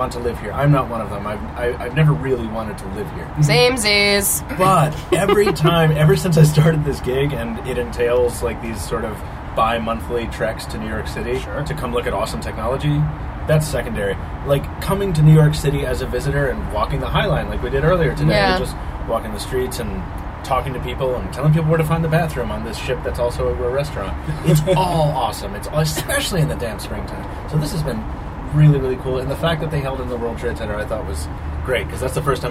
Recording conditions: sounds in the background